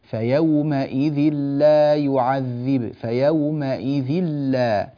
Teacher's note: إنما الصحيح الإدغام بغير غنة